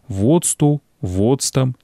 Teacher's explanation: Варта запомніць, пры традыцыйным беларускім скланенні галосны «а» ў слове «воцат» беглы. Ён знікае пры змене слова.